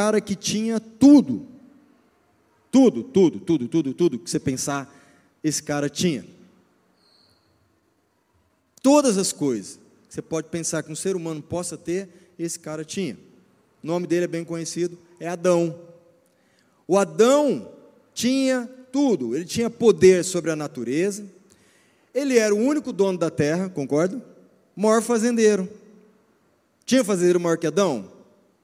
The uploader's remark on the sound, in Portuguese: Culto ao vivo 19FEV24